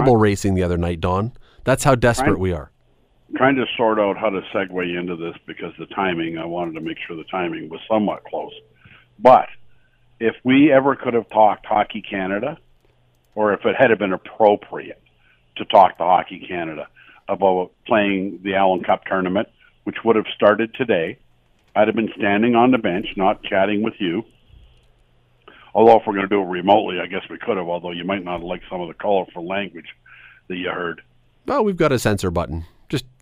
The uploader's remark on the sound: from the phone this week